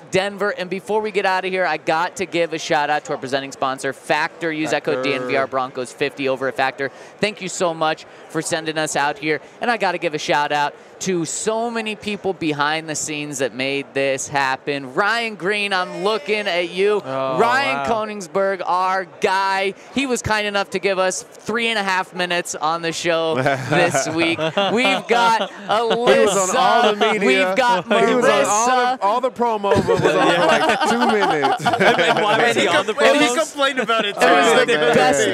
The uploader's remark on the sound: Capping off the week at Radio Row is an action-packed show. LIVE from Super Bowl radio row.